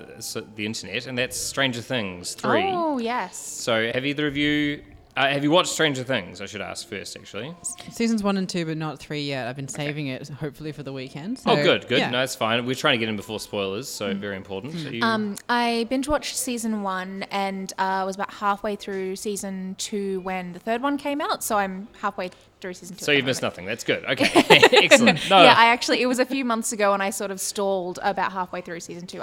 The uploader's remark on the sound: This podcast was recorded live at the Brunswick Street Bookstore .